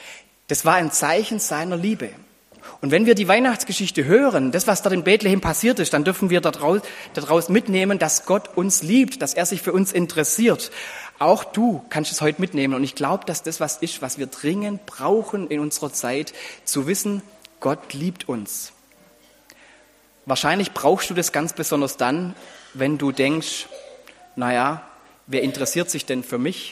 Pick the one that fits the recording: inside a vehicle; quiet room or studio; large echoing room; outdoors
large echoing room